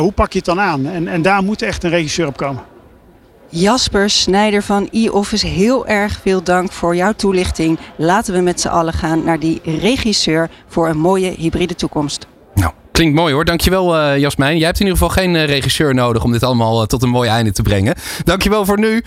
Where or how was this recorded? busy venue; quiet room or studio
busy venue